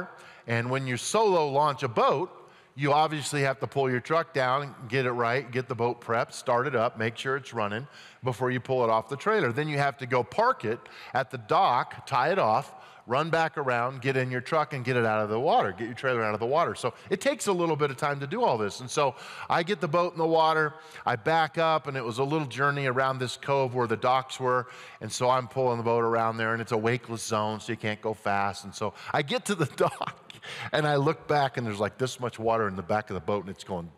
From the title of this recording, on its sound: at Timberline Church